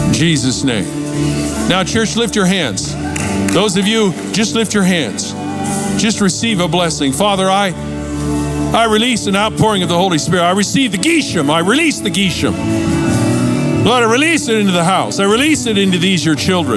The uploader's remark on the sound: Recorded Live from Capital Church in Meridian, Idaho